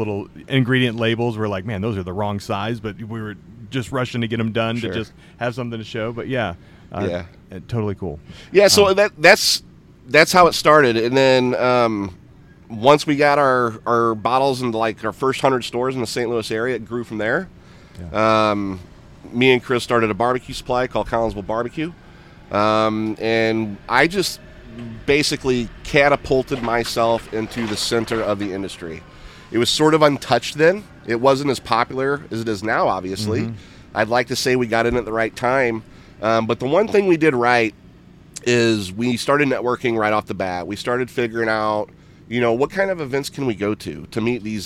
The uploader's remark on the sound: We took the podcast on the road this week - we are LIVE from the Second Annual Primo BBQ Bash in Poplar Bluff Missouri.